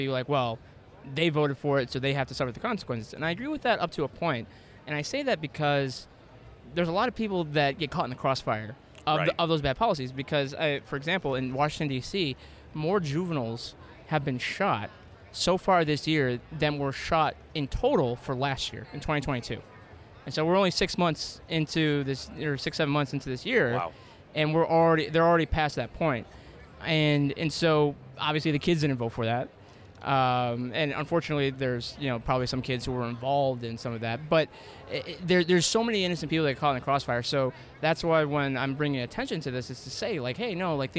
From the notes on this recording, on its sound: joined me at the Turning Point Action Conference in Palm Beach, Florida